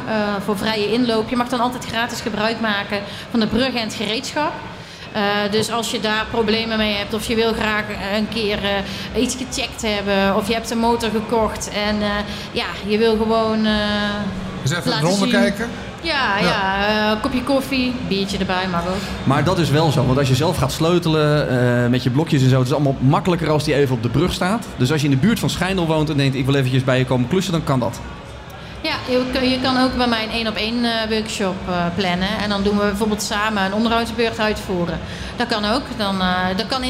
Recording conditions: busy venue